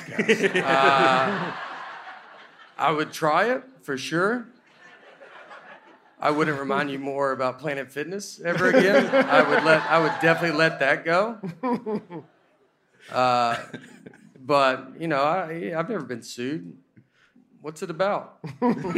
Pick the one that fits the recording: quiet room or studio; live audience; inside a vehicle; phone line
live audience